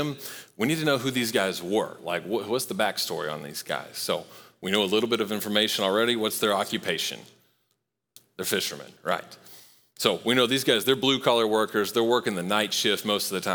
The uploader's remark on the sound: Recorded live at Long Hollow Church on June 13, 2023.